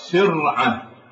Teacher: الراء ساكنة لكن قبلها كسر أصلي فيجب الترقيق